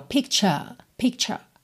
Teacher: E aqui, inclusive, ele fala picture, picture, porque é com sotaque britânico, né? Então, ao invés de ter picture, com a enroladinha da língua, no final, só alonga essa vogal.